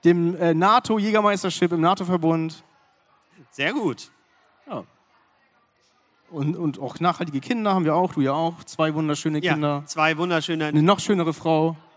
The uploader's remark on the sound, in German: Unsere 30 Minuten LIVE-Mitschnitt vom BLG-Podcastfestival der diesjährigen BREMINALE.